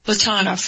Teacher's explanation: usually three syllables, the middle syllable is usually the one that's stressed. Platonov.